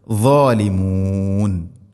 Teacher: ളാദ് ഉച്ചരിക്കുന്ന സമയത്ത് നാവിൻ്റെ മധ്യഭാഗം അണ്ണാക്കിലേക്ക് ഉയർന്നു നിൽക്കണം. ഇസ്തിഇലാഇൻ്റെ അഥവാ സ്വരഭാരത്തിൽ ഉച്ചരിക്കേണ്ട അക്ഷരമാണ് ളാദ്.